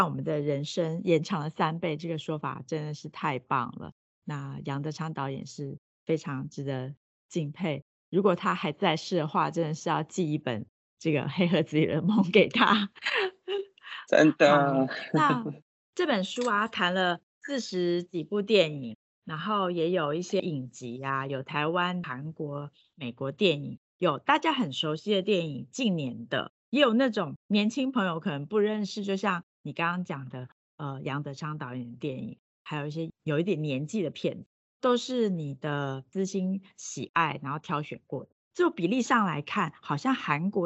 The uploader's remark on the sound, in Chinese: 本集Podcast透過Microsoft Teams越洋通訊錄製，受通訊狀態影響，已後製處理雜訊，敬請見諒，謝謝。